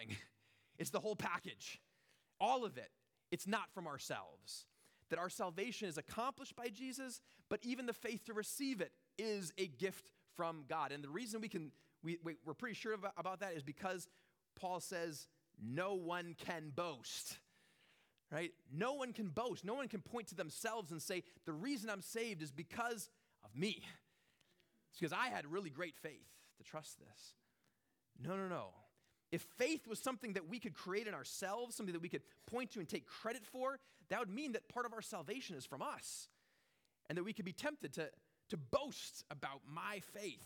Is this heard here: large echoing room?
yes